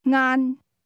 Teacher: The word lunch is pronounced with a mid-level tone.